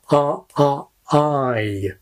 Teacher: in a word like I, the vowel begins with a very open quality, a bit like the vowel quality in arm · Term: Canadian raising